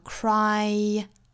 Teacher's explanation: 啊 going 是一样的。比如说在发 do 的时候后面加 ing,do 尾部是一个 u 这样的长音，那口型的话是一个圆唇，后面加到元音其实也是我们去找一个比较相近的圆唇的口型，就是半元音的 w 的音，所以 do 后面加 ing 应该发 doing,用这个 w 的音来连贯两个元音。这个词也是一样的，本来是发 cry 诶，结尾是一个诶这样的扁唇，所以我们也是去找一个在辅音里发扁唇这样情况的一个音，那就是一个耶这样的音了，它是跟这个诶这个元音口型最相近的辅音，所以我们用耶这个音来连贯两个元音，就发成了 crying